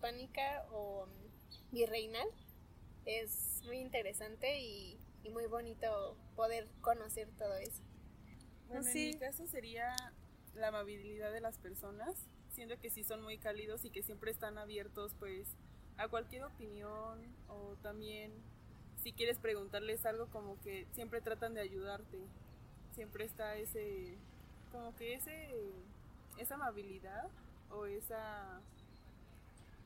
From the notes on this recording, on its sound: In this interview I bring you live to Polanco, Mexico City.